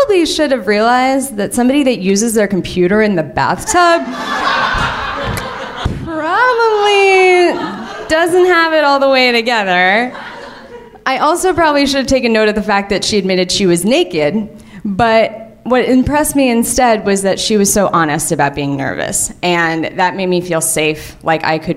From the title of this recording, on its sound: Live From LA Storytelling Fest